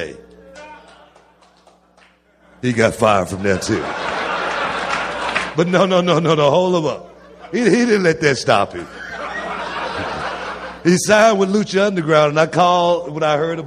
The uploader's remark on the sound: recorded at the Houston Improv